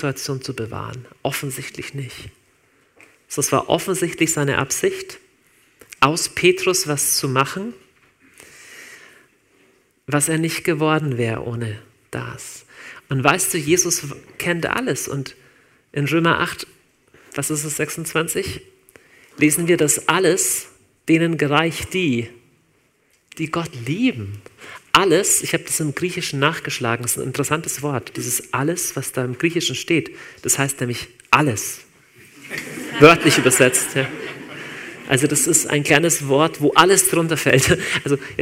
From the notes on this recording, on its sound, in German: Live aus Winterthur der Dienstagsgottesdienst.